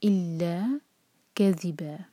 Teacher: جیسے پچھلی آیتوں میں تھا فتح کی تنوین پر ہم رک رہے ہیں، آیا فنش ہو رہی ہے یہاں پر، تو ہم تنوین پر جب رکتے ہیں، فتح کی تنوین پر جب ہم رکتے ہیں تو ہم دو حرکہ لمبا کر کے رکتے ہیں، تو ہم پڑھیں گے الا کذبا۔